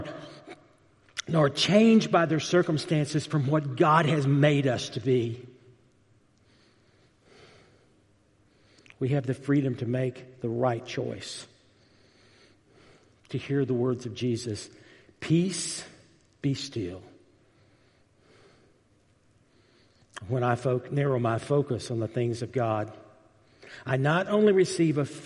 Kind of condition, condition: setting, large echoing room